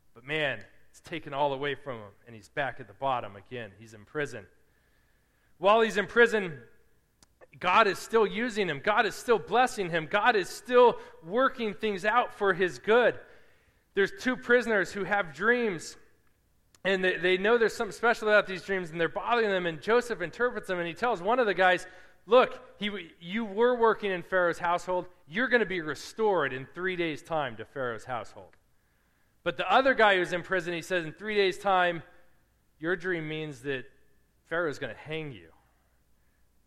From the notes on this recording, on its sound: Preached at Restoration Road Church on August 20, 2017.